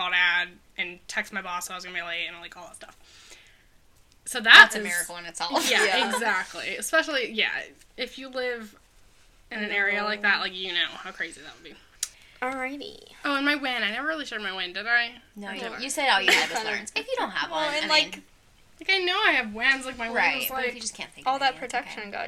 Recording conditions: sounds in the background